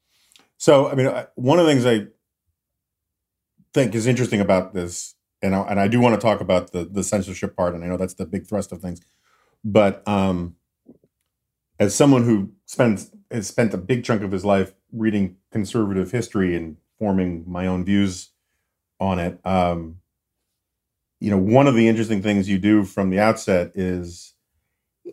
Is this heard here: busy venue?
no